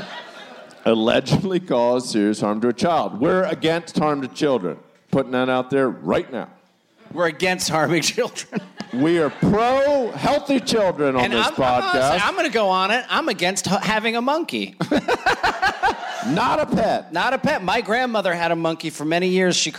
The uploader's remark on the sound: Bananas Live in Fort Wayne! It's Bananas live in Fort Wayne, Indiana!